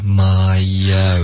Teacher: 这里有一个添加音 my own 对，有一个 y 了